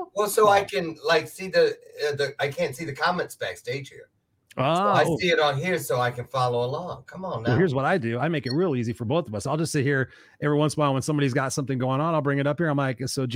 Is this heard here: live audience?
no